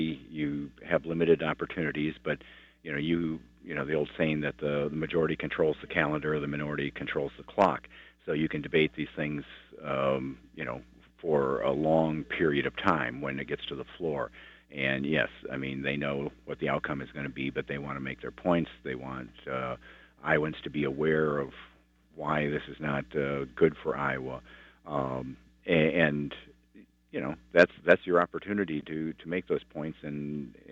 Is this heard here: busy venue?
no